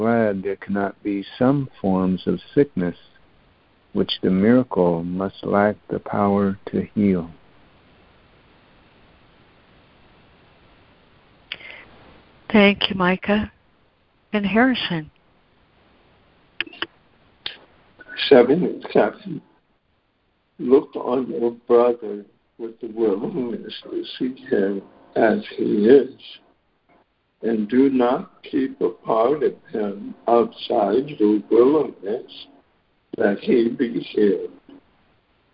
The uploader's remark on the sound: ACIM Daily Conference Call.